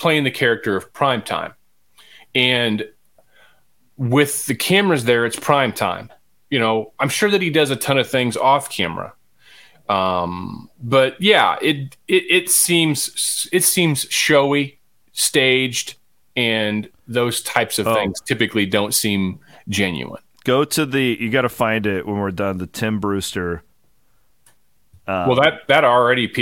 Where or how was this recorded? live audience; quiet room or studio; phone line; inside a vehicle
quiet room or studio